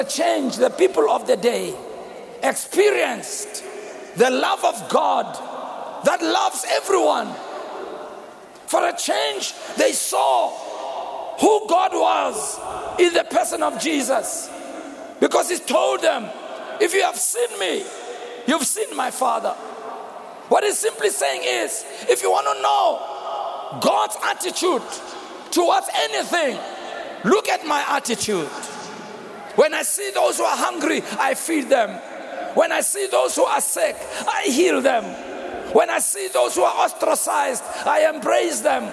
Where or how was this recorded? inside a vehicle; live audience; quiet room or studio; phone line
live audience